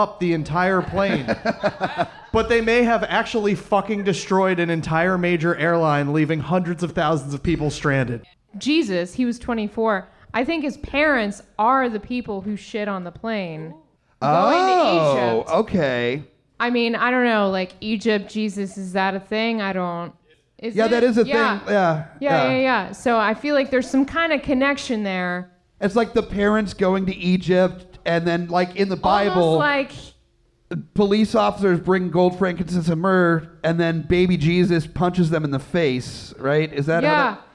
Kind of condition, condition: setting, live audience